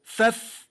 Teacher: والفاء من باطن الشفة السفلى مع أطراف الثنايا العليا